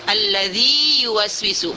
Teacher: ya pertama adalah ya maddiyah, makhrajnya lain. Yang kedua adalah ya mutaharrik, makhrajnya adalah di pertengahan lidah. Kalau yang pertama ya maddiyah adalah di jaw, ini adalah huruf lidah, pertengahan lidah.